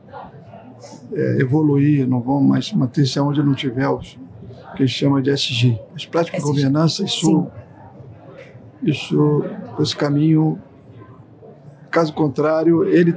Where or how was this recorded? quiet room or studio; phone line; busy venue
busy venue